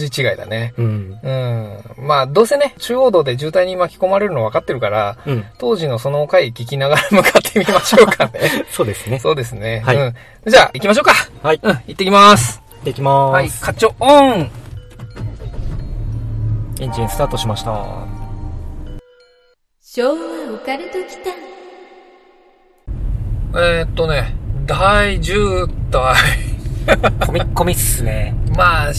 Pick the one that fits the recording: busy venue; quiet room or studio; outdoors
outdoors